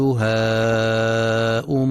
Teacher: ينتبه القارئ في كلمة هاؤم للمد المتصل الواجب، فلا يقرأ بقصر الألف